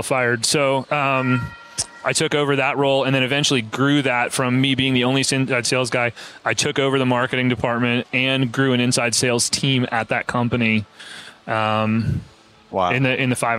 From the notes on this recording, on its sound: The final episode at Synkd LIVE 2023